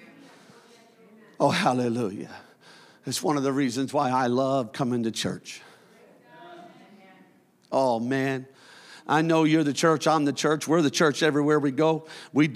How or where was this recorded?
large echoing room